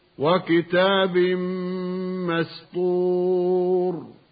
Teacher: يلاحظ ضرورة المحافظة على ترقيق السين وتفخيم الطاء من كلمة مسطور، ولا بد من تخليص الحرف المرقق من الحرف المفخم، مثل تخليص السين هنا من تفخيم الطاء، فإننا لو تساهلنا في هذا لصارت السين صادا هكذا مسطور فيتغير المعنى.